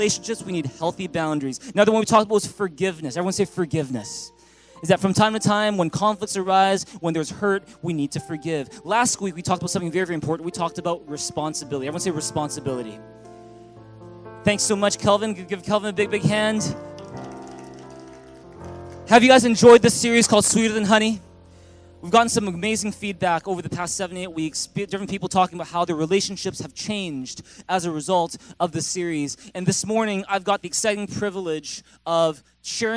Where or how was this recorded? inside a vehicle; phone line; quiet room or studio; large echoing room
large echoing room